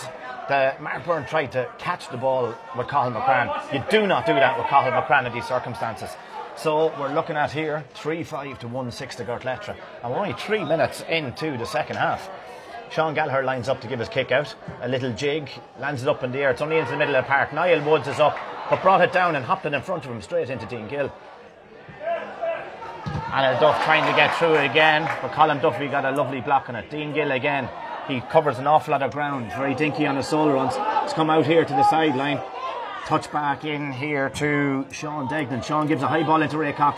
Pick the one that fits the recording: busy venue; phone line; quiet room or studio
busy venue